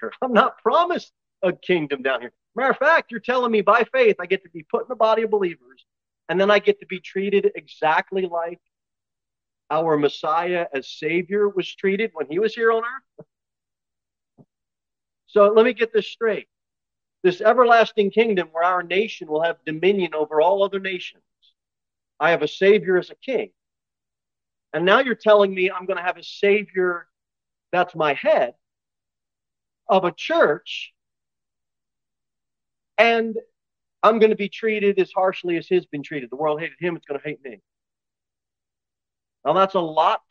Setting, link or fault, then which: setting, large echoing room